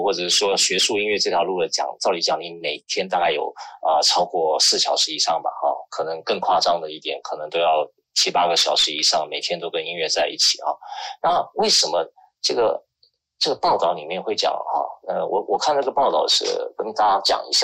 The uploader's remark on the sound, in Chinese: 本節目於2021.4.7於clubhouse上演說並現場錄音。現場錄音，原先只存檔用並無公開，音質上請多多包涵。